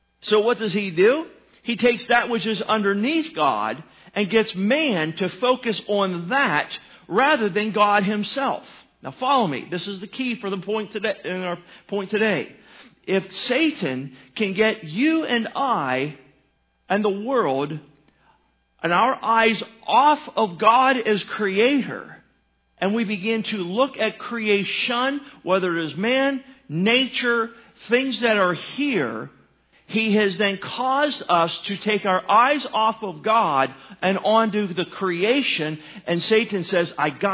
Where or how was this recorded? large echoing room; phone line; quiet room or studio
large echoing room